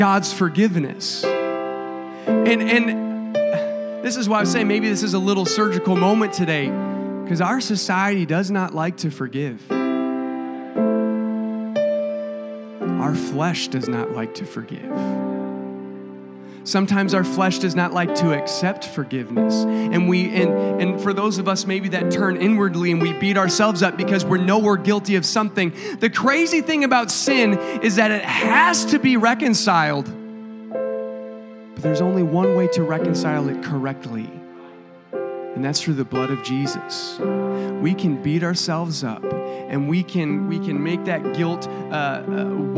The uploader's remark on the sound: a service recording from Connect Point UPC